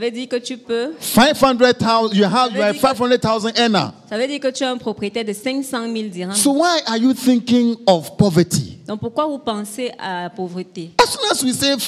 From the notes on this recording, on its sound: Preached during Joyful Hour Sunday Service Rabat